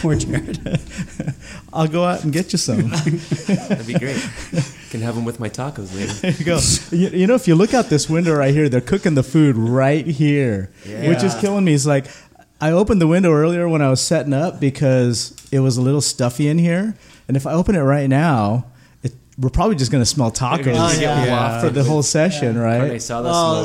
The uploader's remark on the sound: On this episode we podcast live from the Painkiller IPA Tiki Party at Frogtown Brewery